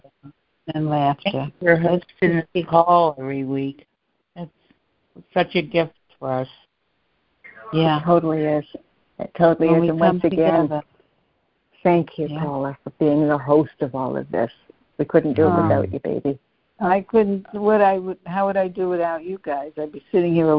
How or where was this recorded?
phone line